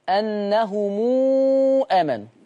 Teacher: هنعمل لها الصلة طالما أن الميم وراها همزة. هنعمل لها صلة 6 حركات